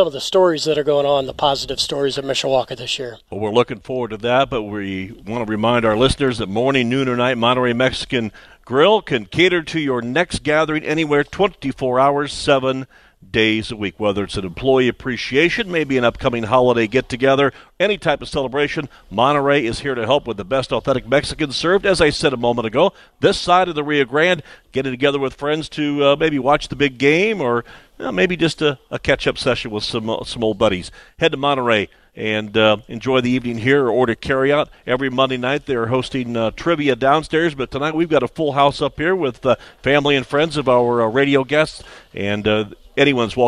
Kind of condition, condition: setting, busy venue